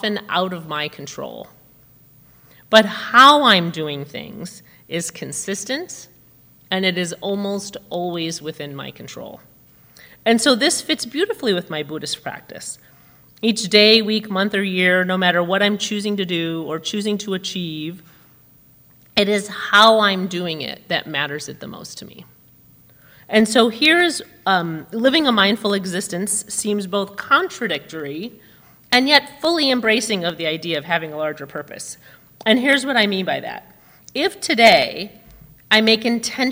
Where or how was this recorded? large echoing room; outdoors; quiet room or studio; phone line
large echoing room